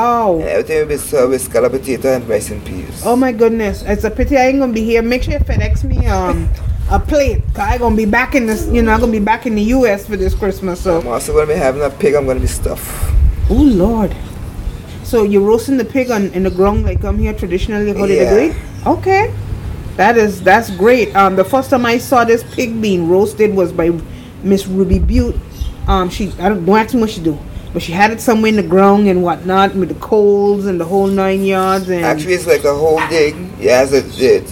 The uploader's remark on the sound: This interview was recorded on the island of Sint Maarten/Sint Martin in her back yard.